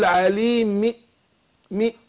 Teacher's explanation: الوجه اللي بالروم بقى هاتي ببعض حركه الكسر